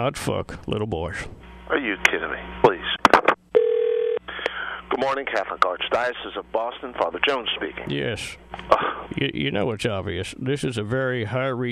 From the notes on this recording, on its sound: Personal Prank Phone Calls Collection